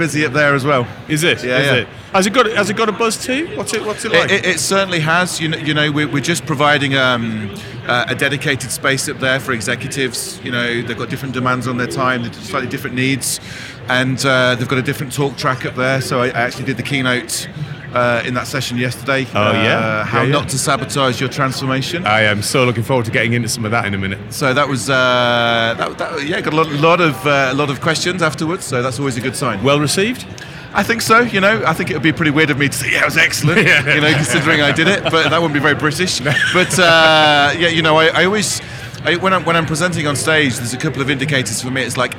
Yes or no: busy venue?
yes